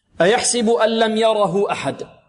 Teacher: هنا إدغام بغير غنة، نقلب النون إلى اللام ولا نغن